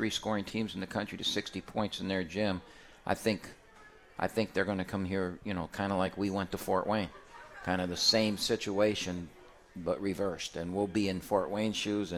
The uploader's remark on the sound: live from RJs Pub in Rochester Hills!